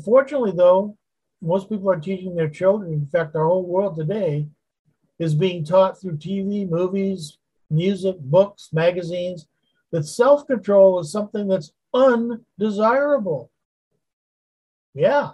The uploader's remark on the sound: Wednesday Zoom study.